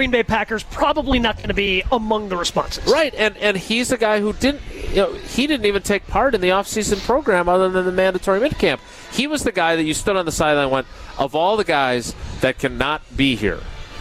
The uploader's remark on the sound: live from Summerfest